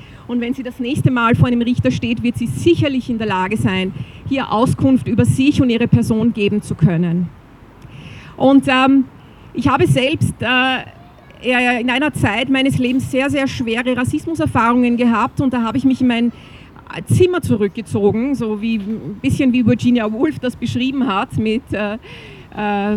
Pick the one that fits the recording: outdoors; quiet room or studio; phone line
outdoors